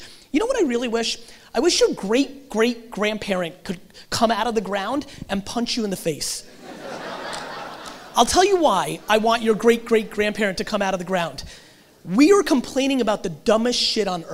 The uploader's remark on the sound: VidSummit 2018 Keynote. Today's episode is a throwback keynote from VidSummit 2018!